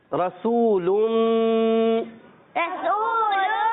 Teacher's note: रसूलुम रसूलुम माशाल्लाह, रा को पुर करके पढ़ेंगे क्योंकि जबर है, वाउ मद्दा एक अलिफ खींच के पढ़ेंगे